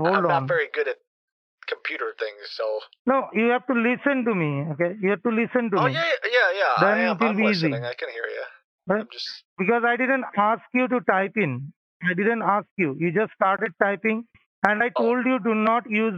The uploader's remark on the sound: on the phone with scammers claiming to work for Comcast